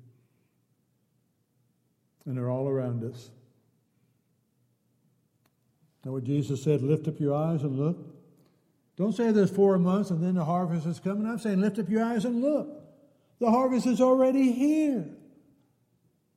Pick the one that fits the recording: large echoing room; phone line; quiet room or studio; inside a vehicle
large echoing room